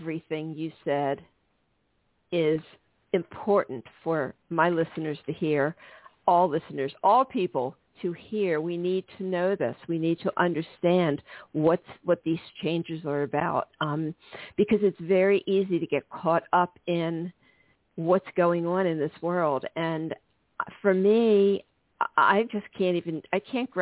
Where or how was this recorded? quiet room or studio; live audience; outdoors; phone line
phone line